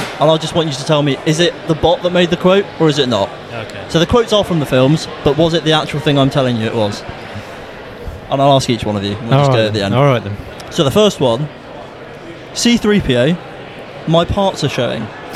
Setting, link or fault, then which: setting, busy venue